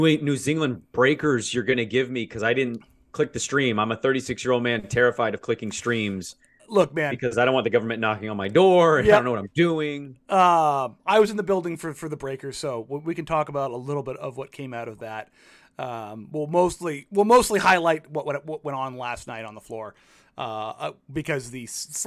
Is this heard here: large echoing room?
no